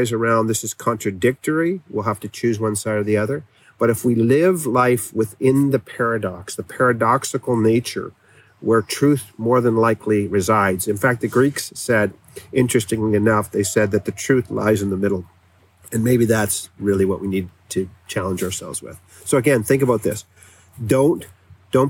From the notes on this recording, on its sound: Please overlook the rawness of the audio on this episode that I recorded on my iPhone at the picnic table at my campsite.